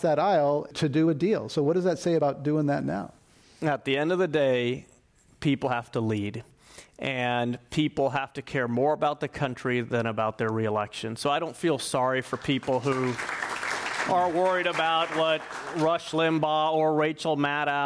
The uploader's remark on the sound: This program was recorded in front of a live audience at The Commonwealth Club of San Francisco on April 30, 2019.